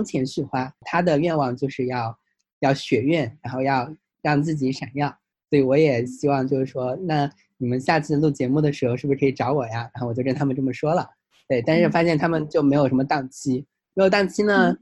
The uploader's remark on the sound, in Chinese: Zoom 连线对话。